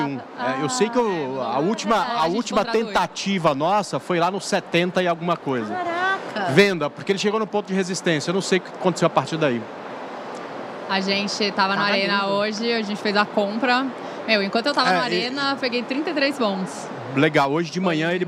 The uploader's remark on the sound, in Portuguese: gravado direto da Expert XP 2023